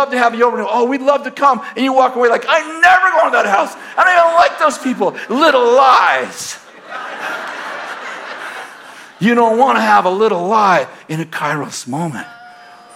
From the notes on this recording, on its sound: In this message delivered on June 30th, 2019, at Bethel Church in Redding, CA